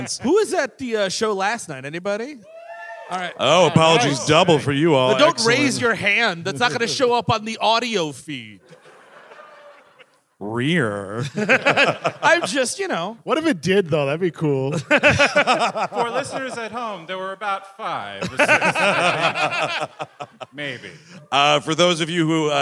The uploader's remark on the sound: At the historic Orange Peel in Asheville, North Carolina. The guys are live in Asheville, NC.